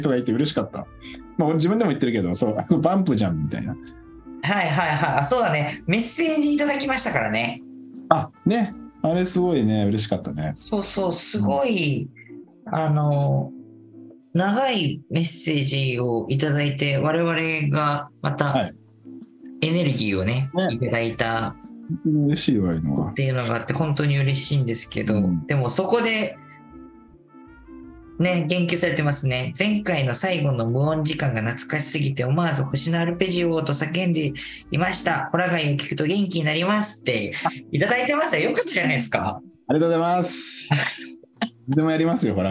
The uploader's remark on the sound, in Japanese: リモート収録した雑談回。